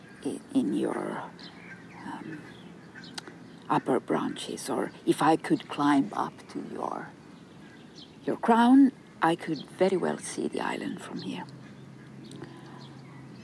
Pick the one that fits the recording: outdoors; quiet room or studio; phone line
outdoors